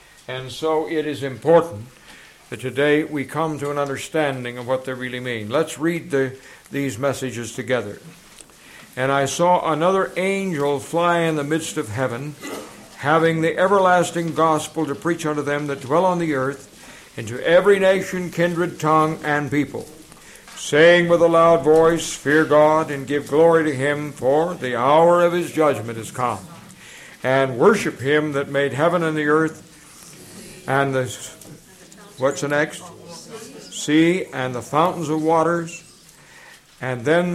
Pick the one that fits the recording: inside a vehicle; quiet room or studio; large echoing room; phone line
large echoing room